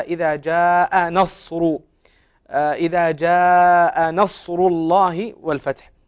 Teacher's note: أظهر تفخيم الصاد في قول الله تعالى إذا جاء نصر